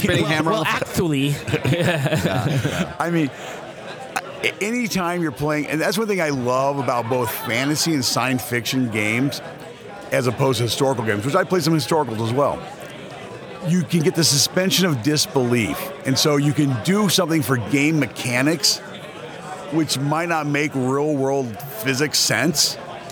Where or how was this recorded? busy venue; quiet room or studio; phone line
busy venue